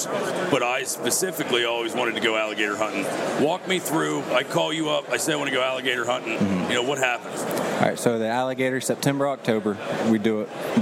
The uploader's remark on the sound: We are live from the Great American Outdoor Show 2018 in Harrisburg, Pa. Lets go down to the show floor.